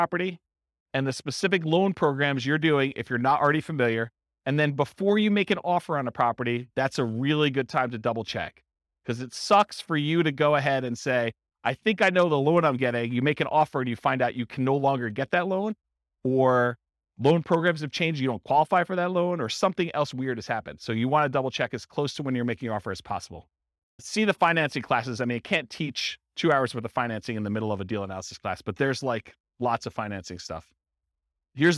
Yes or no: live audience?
yes